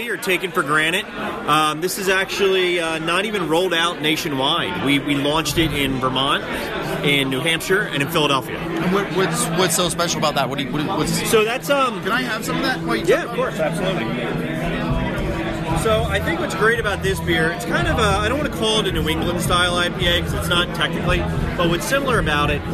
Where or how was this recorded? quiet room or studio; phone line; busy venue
busy venue